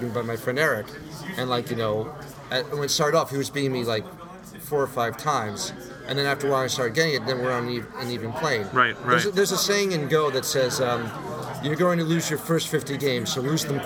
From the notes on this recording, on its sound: live from ConnCon in Stamford Connecticut